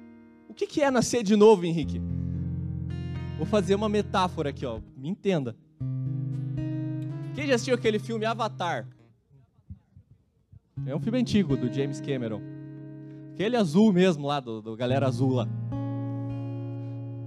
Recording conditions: large echoing room